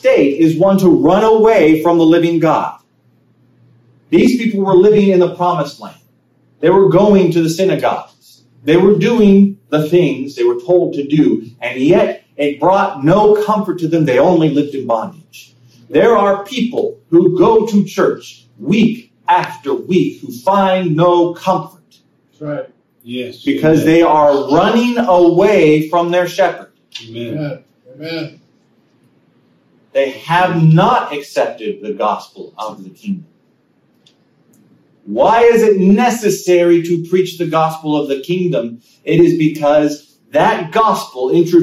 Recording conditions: large echoing room